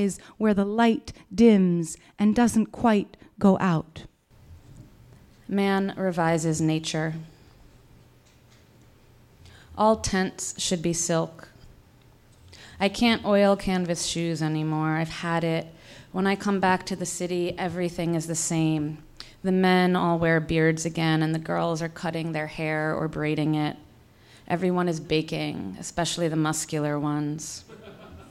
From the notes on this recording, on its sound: On Stage at Housing Works Bookstore Cafe.